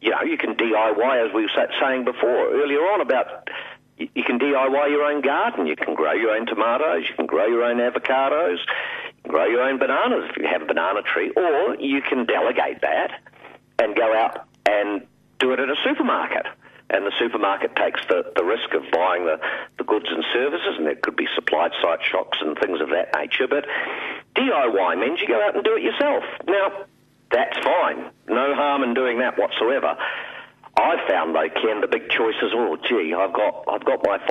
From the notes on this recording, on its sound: calls